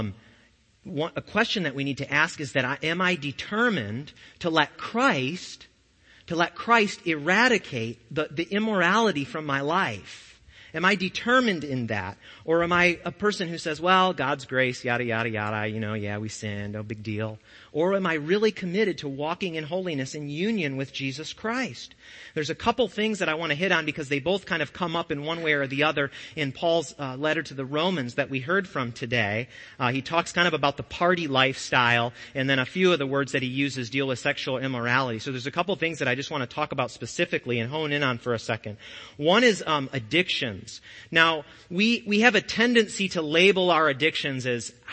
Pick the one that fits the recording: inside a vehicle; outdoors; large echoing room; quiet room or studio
large echoing room